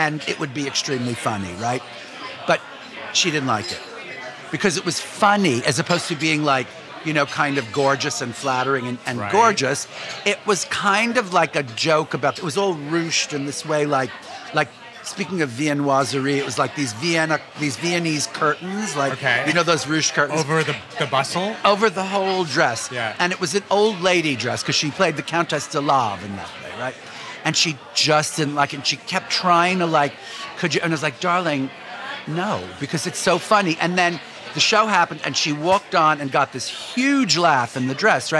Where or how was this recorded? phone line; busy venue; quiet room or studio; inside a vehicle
busy venue